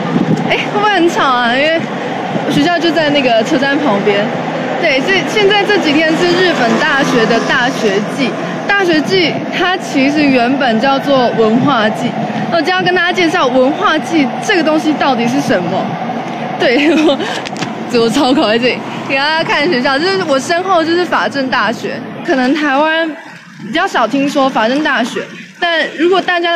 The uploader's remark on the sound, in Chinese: 東京特派員帶你去「法政大学祭」。今天找來東京特派員帶大家親臨大學祭的現場。